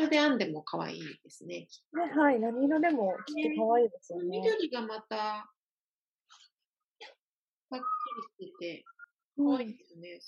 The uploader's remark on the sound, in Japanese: 初のリモート録音でお聞き苦しいところもあるかと思いますが。